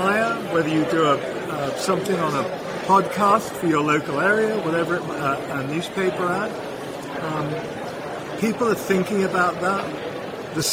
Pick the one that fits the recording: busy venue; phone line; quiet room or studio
busy venue